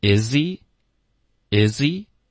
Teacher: He 的 H 的音其实会省略，就变成 Is he?